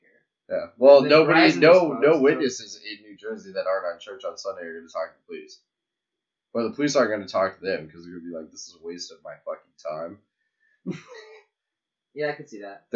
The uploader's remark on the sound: Smiley engineering sound. Some mastering has been done, but the audio quality is not as great.